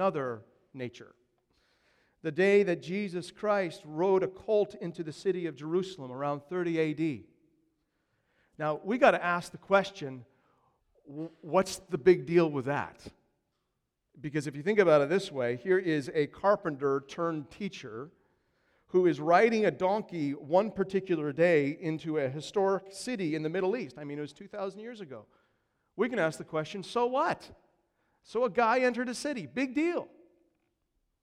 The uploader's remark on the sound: These are the 4 sermons preached during Passion Week 2015 at Christ The King Church in Kenosha, WI.